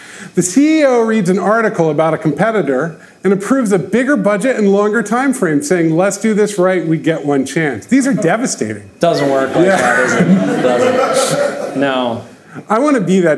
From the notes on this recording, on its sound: record a live podcast episode at our Ship It!